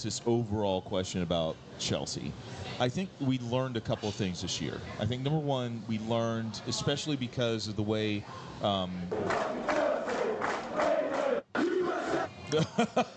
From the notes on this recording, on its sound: celebrating live from Chatham Tap Fishers